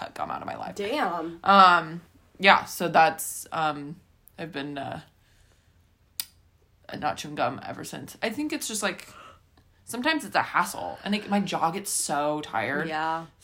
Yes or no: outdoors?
no